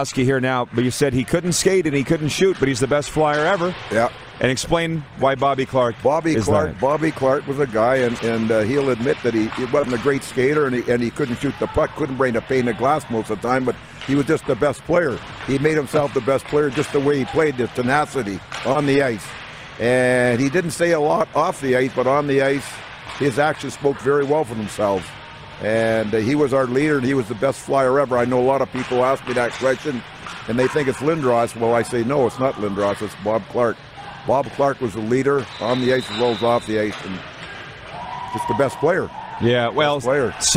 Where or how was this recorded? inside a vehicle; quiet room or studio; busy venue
busy venue